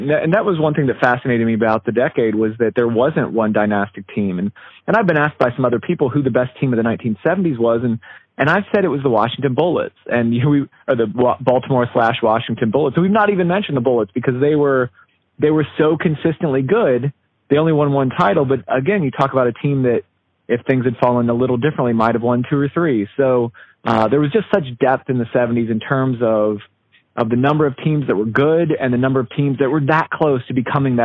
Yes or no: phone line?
yes